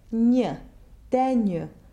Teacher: It's not two separate sounds, ni but rather a palatal consonant Form with the big fat part of the tongue up on your hard palate. n'ye, denye, not denye.